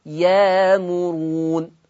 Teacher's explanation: يبقى كلمة يأمرون تبدل الهمزة الساكنة بألف